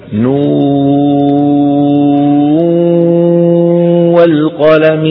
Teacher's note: نو هنا بدنا نجيب واو وغنى مع بعض · Term: إدغام النون